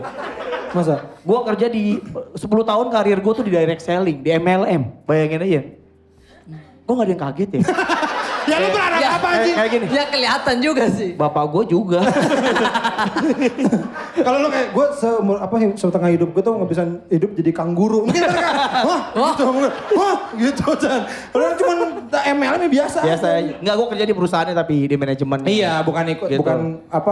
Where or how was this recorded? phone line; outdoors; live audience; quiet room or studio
live audience